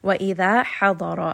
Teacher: Ha is going to be from the middle of the throat. Lad is heavy.